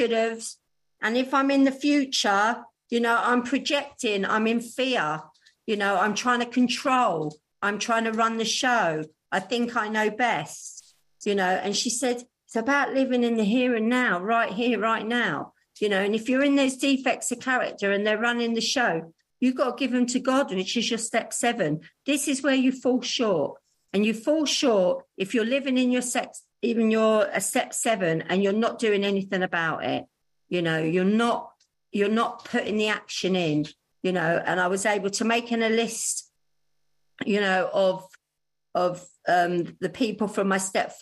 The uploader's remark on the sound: She is speaking at the Magical Mystery Tour Zoom Meeting.